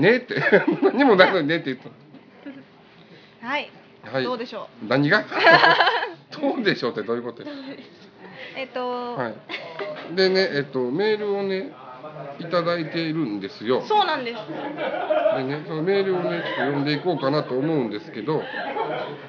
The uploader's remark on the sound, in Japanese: DVDイベントでのちーラジ収録1本目。SHOWROOMと同時に。声ちっちゃ！